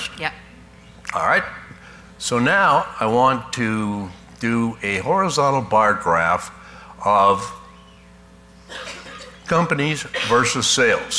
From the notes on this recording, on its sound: Live Broadcast at the The IPBC IGNITE Conference.